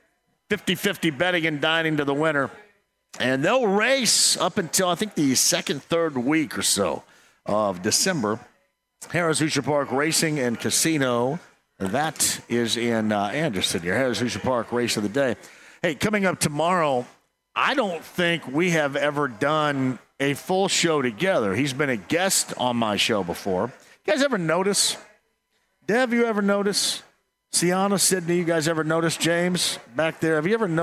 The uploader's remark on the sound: Bud Light Blue Friday LIVE From Back 9! LIVE from Back 9 in Indy.